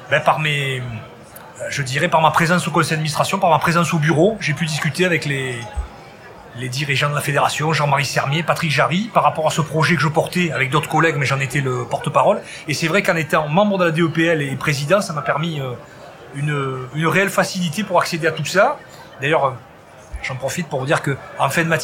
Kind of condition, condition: setting, busy venue